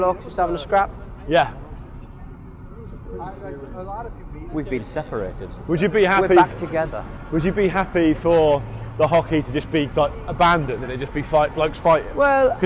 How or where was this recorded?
outdoors